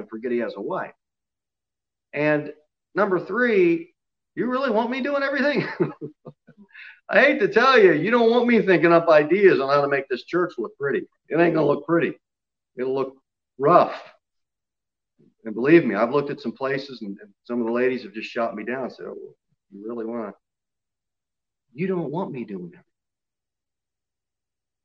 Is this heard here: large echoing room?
yes